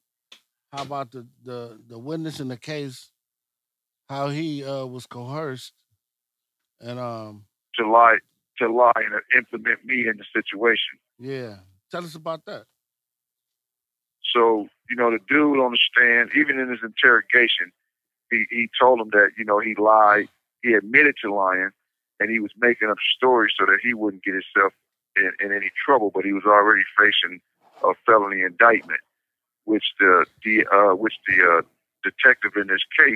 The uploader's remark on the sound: we also have a call in from a friend of the YARD